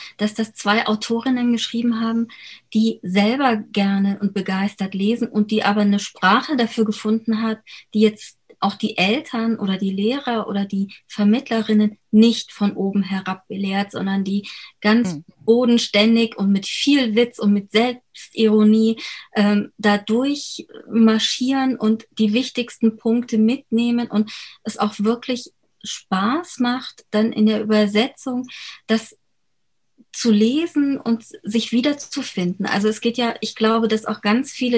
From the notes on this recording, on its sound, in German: Über Zoom im virtuellen Literaturhaus Frankfurt miteinander und mit dem Publikum verbunden. Die Fragen aus dem Publikum zum Ende des Gesprächs.